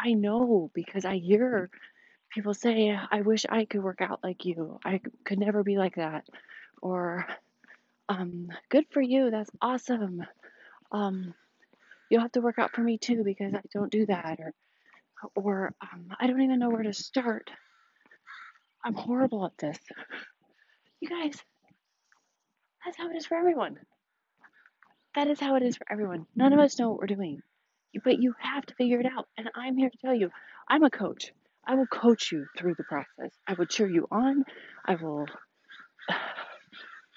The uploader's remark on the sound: I took you guys on my evening walk with me, so forgive the audio.